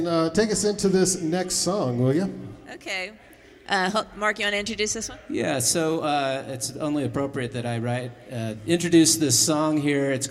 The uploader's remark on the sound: Van Sessions at The Monarch. Recorded during Locals Rock at The Monarch in Ogden, Utah. Join us live at the Monarch in Ogden every First Friday to be a part of the free concert and video podcast recording.